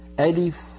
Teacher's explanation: ألف لا مد فيها لأنها تتألف من همزة مفتوحة ولام مكسورة وفاء ساكنة